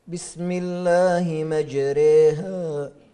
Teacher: إذا الألف الممالة هي التي تتردد بين الألف والياء، أو هي تتبع ما قبلها، الفتحة تتردد بين الكسرة والفتحة 50% كسرة 50% فتحة، وهذه تسمى الإمالة أو الإمالة الكبرى عند بعض العلماء، ليست غير موجودة في رواية حفص إلا في كلمة واحدة في سورة هود.